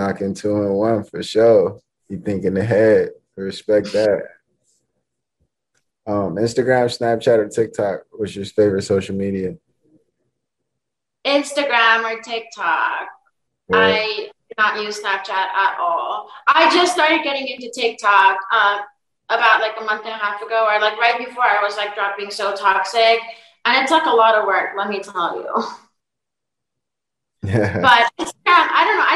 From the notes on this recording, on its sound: full zoom interview